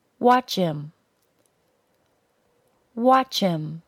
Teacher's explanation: If I reduce the pronoun and link the words watch plus him, I get watch him. I take off the H sound of the word him, then I link the CH sound at the end of the word watch to the first sound of the word him because it now begins with a vowel sound.